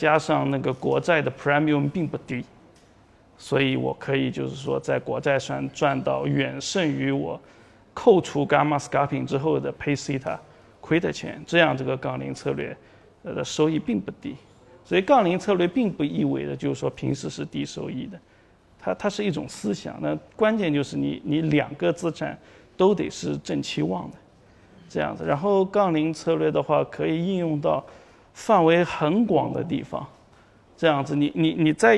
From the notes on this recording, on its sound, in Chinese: 本期音频来自2019DNOC期权夏季嘉年华，圆桌论坛部分内容分享